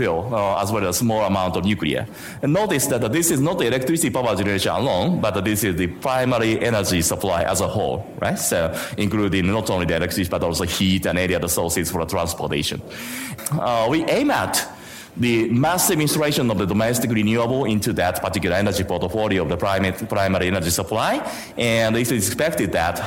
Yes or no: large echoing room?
yes